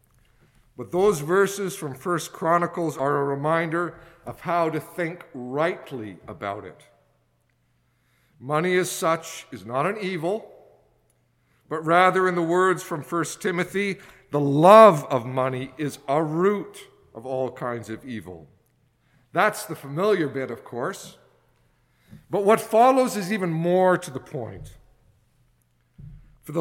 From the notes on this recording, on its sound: excerpts from a sermon preached at St Margaret's Anglican Church in Winnipeg